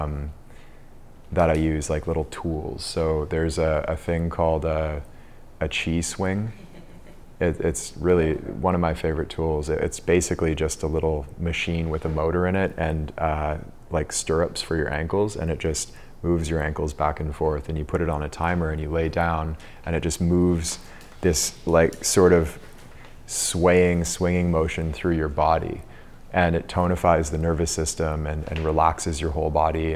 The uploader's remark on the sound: Recorded during the 2022 DeepGame retreat.